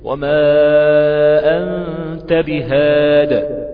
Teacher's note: بالتسكين المحض بقلقلة حرف الدال من غير ما كسر أو ياء، لأنها محذوفة في الرسم.